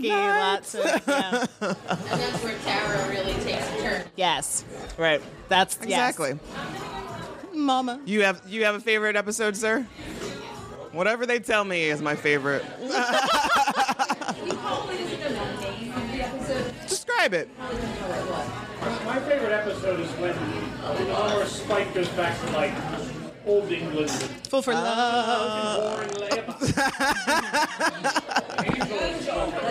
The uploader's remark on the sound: LIVE at Millie's Ice Cream. We got our fellow Pittsburgh Scoobies together to enjoy Buffy shakes, talk all things Buffy, play some games and get some face time with our listeners.